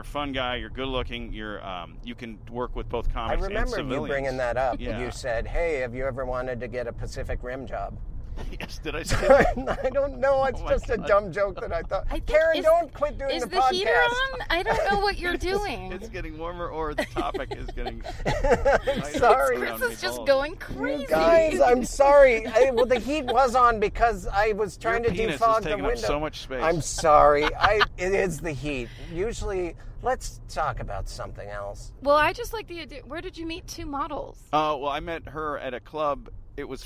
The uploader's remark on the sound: Just west of Los Angeles' downtown area. In the car, while recording. Ultimately, he's brought to The Monty Bar, where they then record his set at a show there.